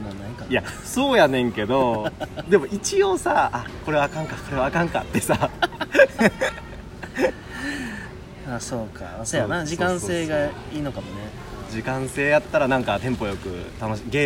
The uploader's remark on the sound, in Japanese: あまりに天気が良かったので試しに公園で収録してみました。（雑音めっちゃ入ってます、、すみません。）。外録。